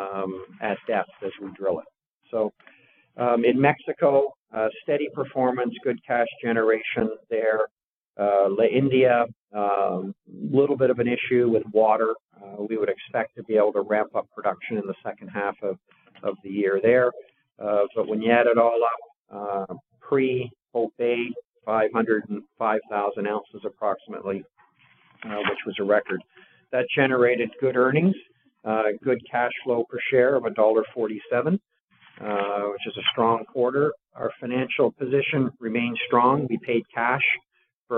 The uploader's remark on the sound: Agnico Eagle Mines’ Q1 2021 conference call